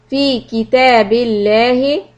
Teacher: because of kasra, the lafz jalala lam will be soft.